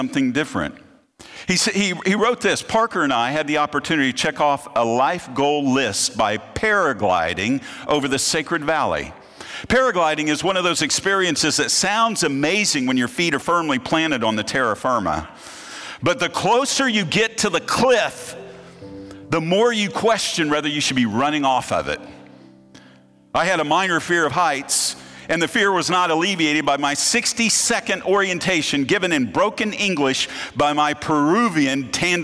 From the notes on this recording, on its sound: presentation from the opening night of the 2023 Propel Conference